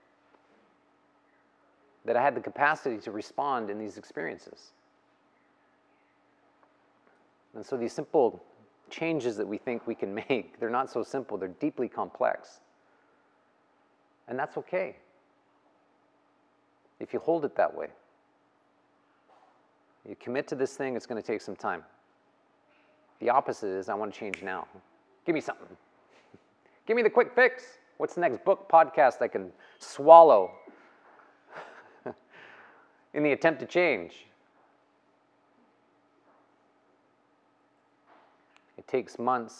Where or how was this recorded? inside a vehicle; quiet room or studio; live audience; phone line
live audience